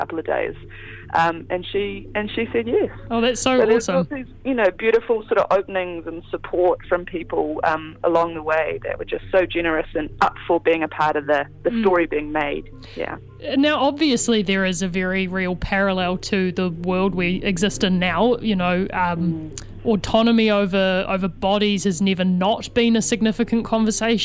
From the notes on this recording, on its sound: phones up for a kōrero